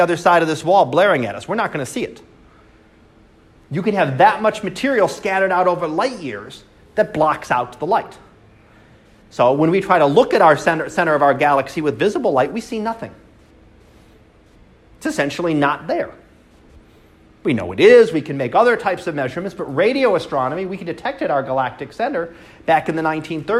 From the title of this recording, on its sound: Live Class Lecture